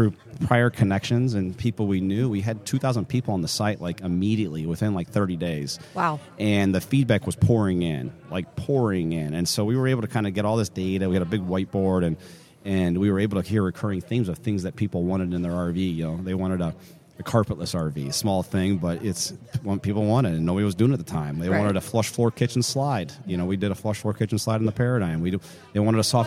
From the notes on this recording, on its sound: Live from the 2024 Flordia RV SuperShow.